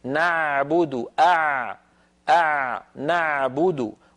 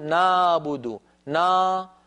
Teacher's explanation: العين الفصيحة أعمق من العين التي تعودنا في العاميات أن ننطقها · Shown in: first take · نعبد هكذا العين، نعبد نعبد، ولا نقول نابد نا، هذا صوت فموي ليس له مدلول، أقرب إلى الألف هو.